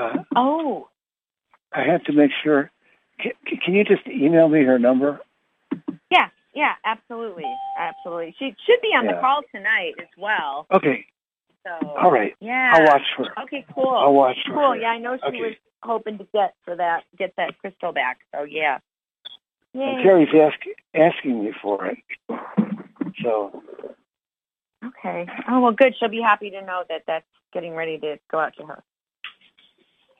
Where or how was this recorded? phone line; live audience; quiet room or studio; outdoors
phone line